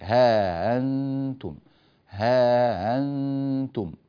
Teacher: قرأها قالون ها أنتم بتسهيل الهمزة بين بين